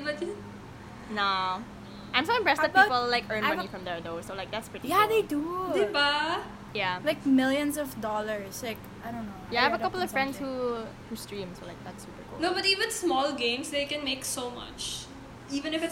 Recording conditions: background noise